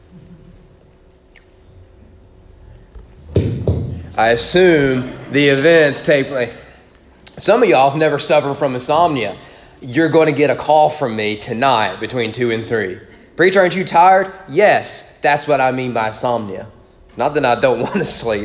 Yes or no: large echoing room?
yes